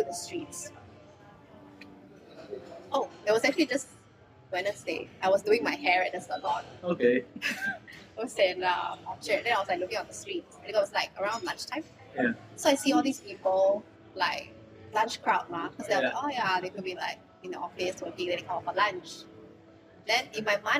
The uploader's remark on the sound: Please forgive the sound quality. This was recorded in a rather noisy environment.